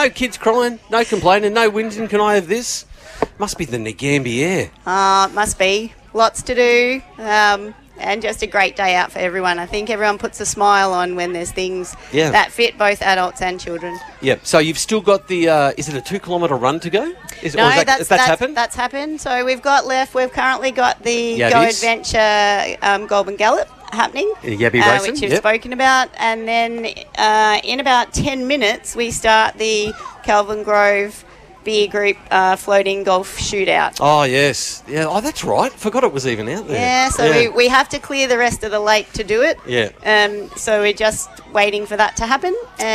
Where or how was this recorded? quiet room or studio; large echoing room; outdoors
outdoors